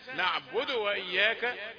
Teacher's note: نقول لأن الواو أم الضمة، قبل أن يتكامل صوت الضمة تأتي بالواو فتبتلع صوت الضمة، ويبقى لنا دال ساكنة مقلقلة ناحية الضم، هذا خطأ. · Term: ضمة مختلسة